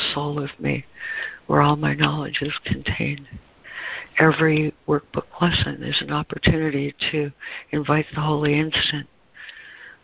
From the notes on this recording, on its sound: ACIM Daily Conference Call.